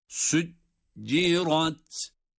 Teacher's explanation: sonra da ra kalın, ta ince